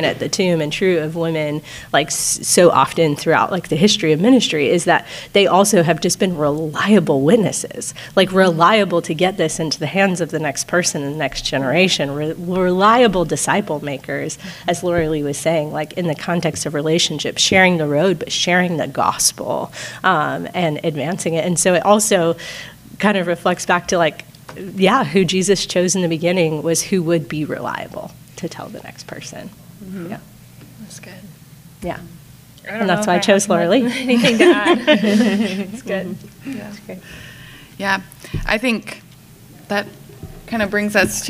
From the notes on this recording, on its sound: Live Recording. This week we’re doing a very exciting recording with a live audience at the Jubilee Conference.